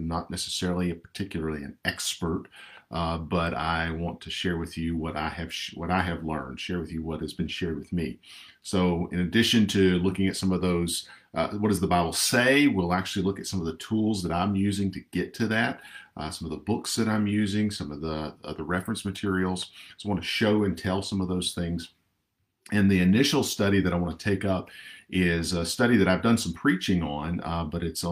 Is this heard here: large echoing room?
no